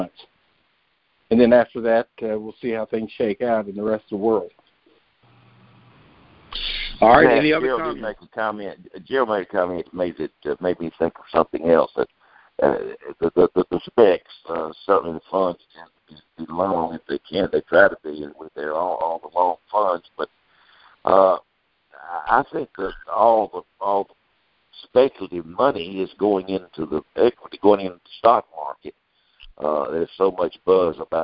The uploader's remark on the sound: Monthly Conference Call On Cotton.